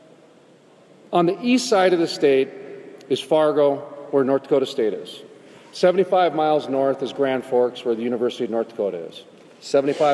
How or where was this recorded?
busy venue